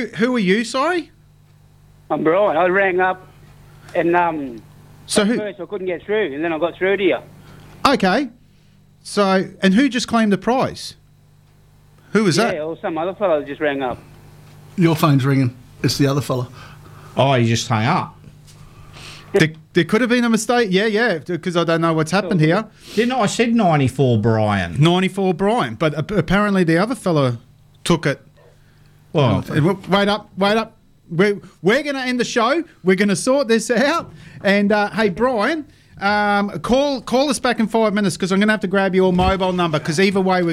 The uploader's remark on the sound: joins us on the phone from Ingham